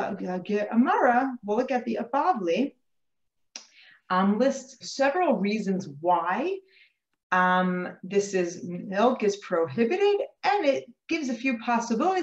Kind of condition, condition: link, video call